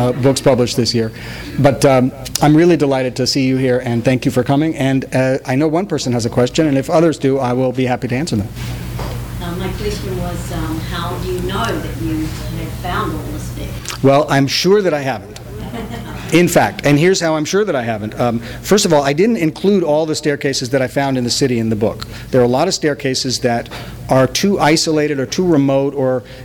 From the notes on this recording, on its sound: THIS EVENT WAS RECORDED LIVE AT SKYLIGHT BOOKS